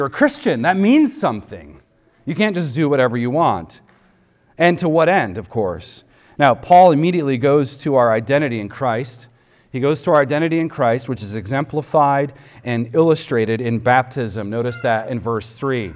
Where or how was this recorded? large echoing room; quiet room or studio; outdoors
large echoing room